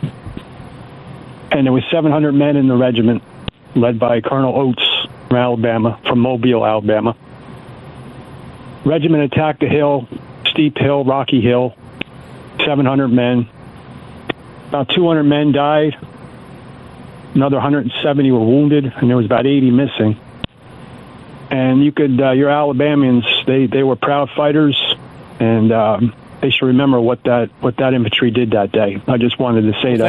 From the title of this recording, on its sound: Callers Continued